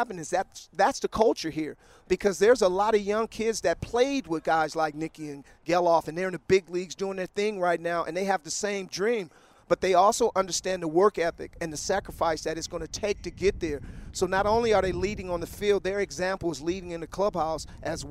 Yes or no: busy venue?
yes